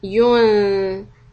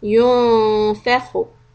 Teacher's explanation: the rounded mouth of the dhamma should flatten out to flat lips · Term: ikhfa